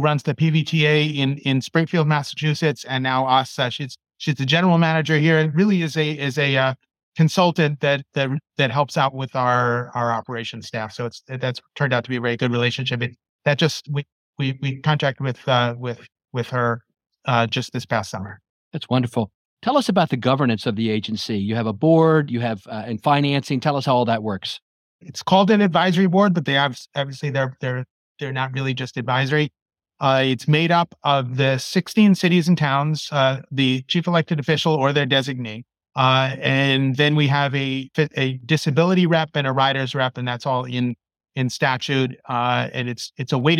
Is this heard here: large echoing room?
no